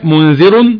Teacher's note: اخفاء حقيقي مع غنة مقدارها حركتين